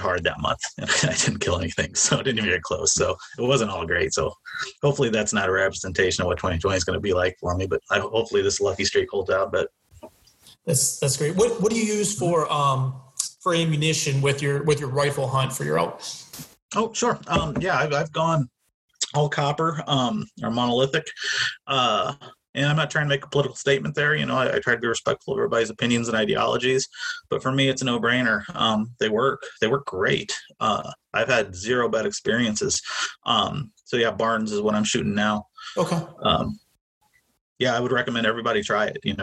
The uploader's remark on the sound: We apologize for the tinny sound of this recording.